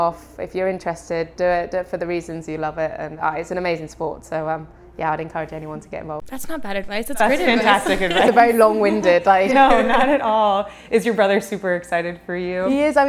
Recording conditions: busy venue